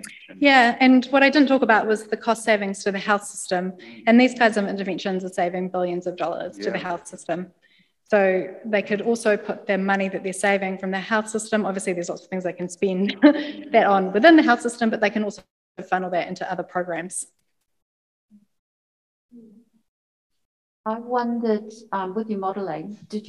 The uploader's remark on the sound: Lecture at the recent Evidence Based Eating NZ event. Hosted in Wellington, and online.